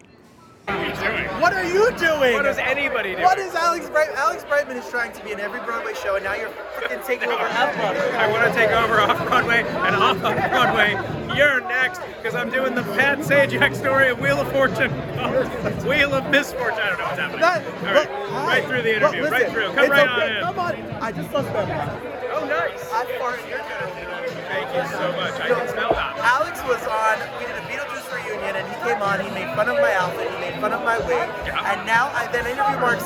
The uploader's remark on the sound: We were at the opening night party! It was loud so the sound is a little on the rowdy side.